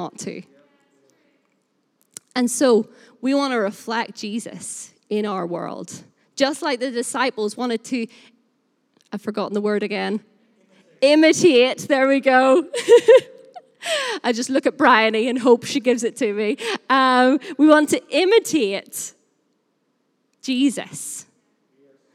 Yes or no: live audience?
yes